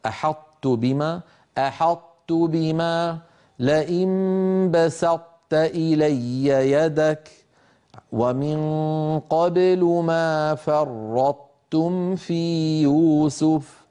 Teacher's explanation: الأمر الثاني، هل لاحظتم بأن طرف اللسان لا يغادر المخرج الذي هو مخرج الطاء والتاء من مقدمة اللسان، من طرف اللسان لا يغادره إلا على تاء، يقرع المخرج على طاء ويتجافى عنه عن تاء